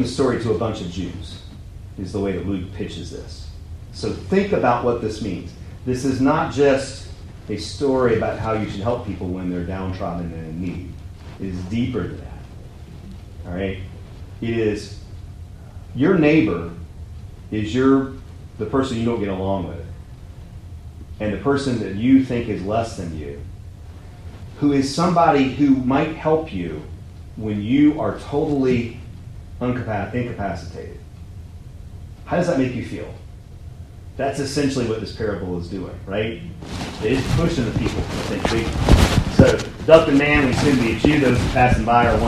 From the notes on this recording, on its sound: Audio and PowerPoint from the On The Way New Testament lecture. My apologies for the terrible audio – I realized what I did and will fix it for next time! Trinity Presbyterian Church - Charlotte, NC.